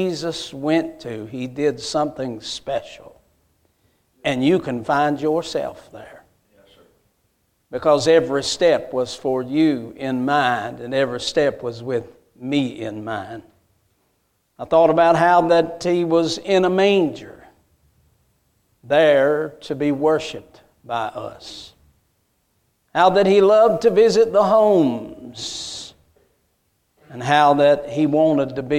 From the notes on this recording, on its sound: A message Preached at Crossroads Baptist Church